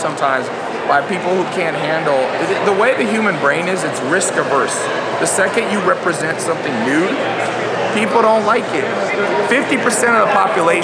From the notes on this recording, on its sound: This is a recording from some of my time at the Bulletproof conference.